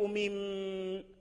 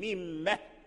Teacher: كذلك ميم ما خلق، ميم لو قفنا بغير هاء السكت نقف ميم، ولكن إذا أدخلنا على الميم هاء السكت فتظهر حركة الميم · Shown in: second take · ميمه، وهذه في قراءة البزي.